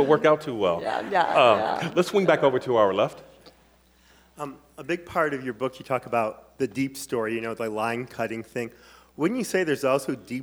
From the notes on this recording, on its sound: on February 12 at Seattle University’s Pigott Auditorium, as part of Town Hall Seattle’s Civics series